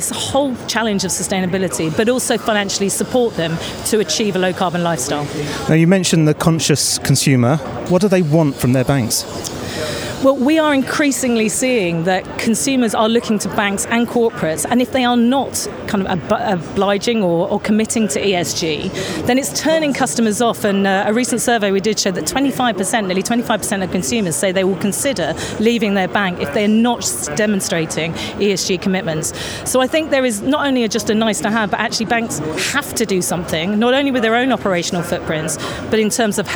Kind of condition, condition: setting, busy venue